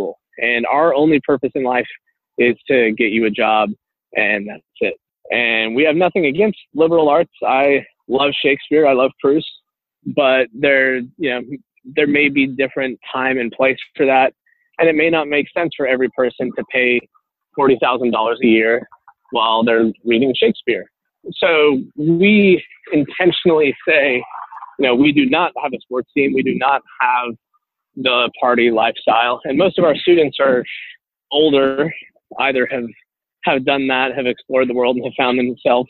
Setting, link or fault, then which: link, phone line